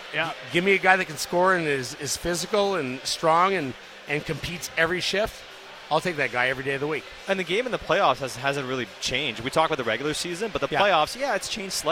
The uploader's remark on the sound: Live from the Canucks Autism Network Pro-Am Draft. Joined tableside by many guests.